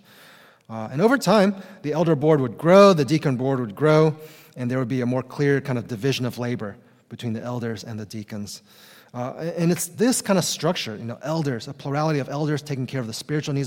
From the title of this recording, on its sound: Conference Session!